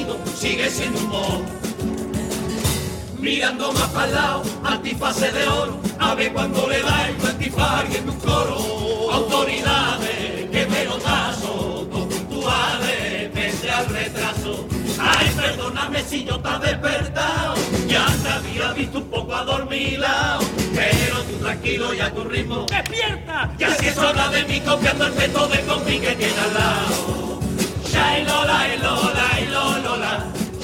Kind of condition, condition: setting, live audience